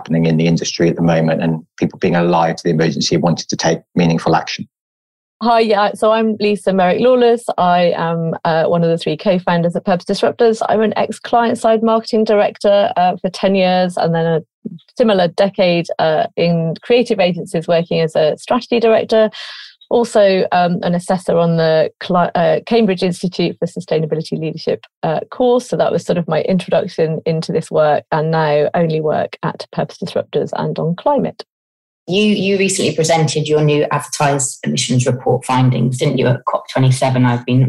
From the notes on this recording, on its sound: Our podcasts are recorded purely via online conferencing platforms, we apologise for any minor sound quality issues.